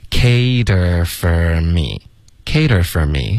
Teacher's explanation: 然后 for 呢我们就弱读成 fur